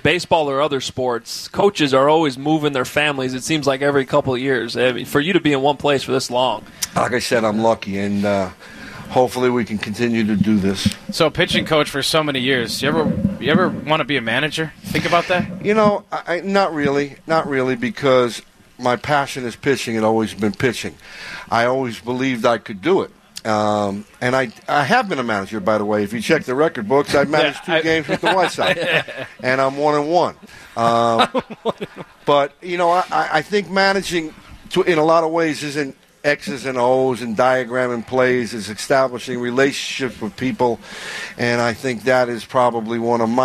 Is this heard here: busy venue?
yes